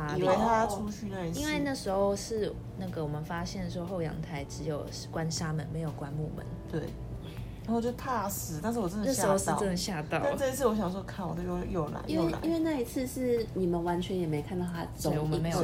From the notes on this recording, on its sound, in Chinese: 當天睡前用耳麥錄的，紀錄驚魂未定，音質不佳不穩請見諒。